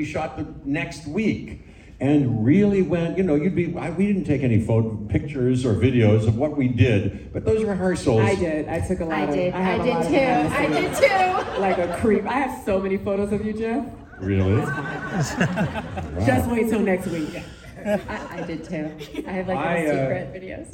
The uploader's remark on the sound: we hear the NYC IMAX Q&A